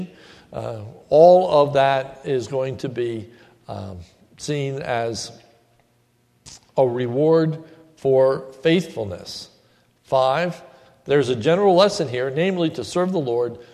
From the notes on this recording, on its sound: This is a sermon recorded at the Lebanon Bible Fellowship Church in Lebanon, PA on 7/03/2016.